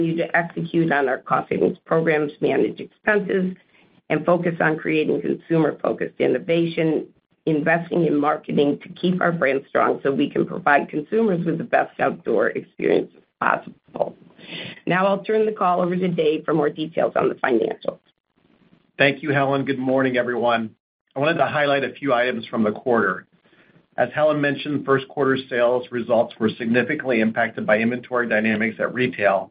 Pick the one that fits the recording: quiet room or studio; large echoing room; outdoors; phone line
phone line